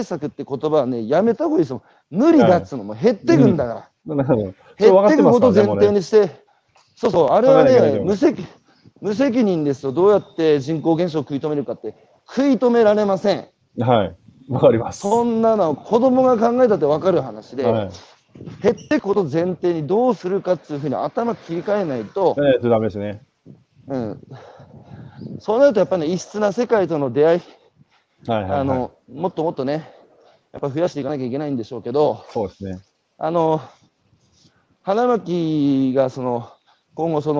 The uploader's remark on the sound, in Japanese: 歩きながら1時間、対談する